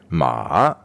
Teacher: The third tone is first falling and then going up again